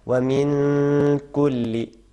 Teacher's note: نون کے بعد حرف قاف ہے، یہاں پہ اخفاء ہوگا